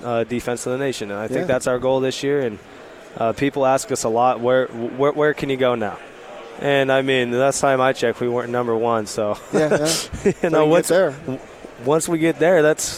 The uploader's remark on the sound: live from Pac-12 Media Day